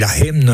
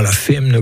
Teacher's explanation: Lafitol, c'est très intéressant, la racine c'est fit, hein, qui devient très souvent chez nous hit, parce que le F latin a tendance à devenir en H dans notre prononciation sud-gasconne · Shown in: first take · Term: H aspiré